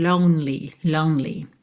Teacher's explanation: Sad and lonely. Lonely, o E não é pronunciado, você vai do N direto pro L.